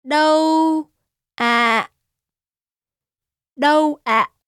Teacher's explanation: Notice that đô is a flat tone and ạ is the heavy falling tone.